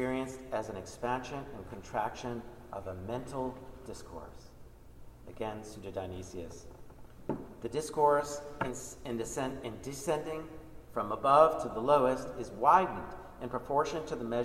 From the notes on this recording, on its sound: Recording of a lecture delivered on June 20, 2018. As part of the Graduate Institute Summer Lecture Series.